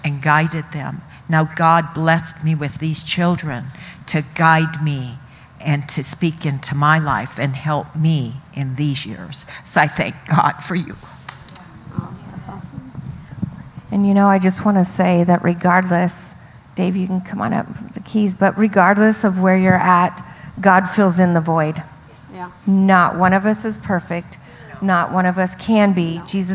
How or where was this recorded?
live audience